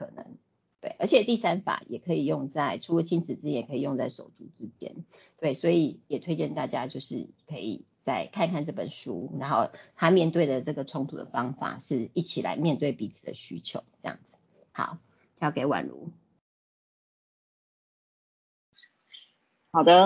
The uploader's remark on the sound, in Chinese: 此為線上課程錄音檔！講座錄音。